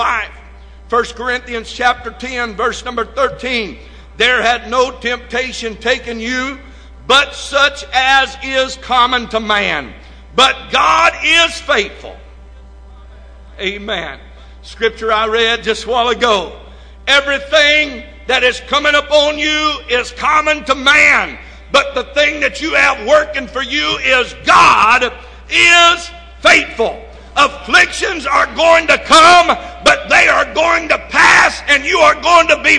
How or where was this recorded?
large echoing room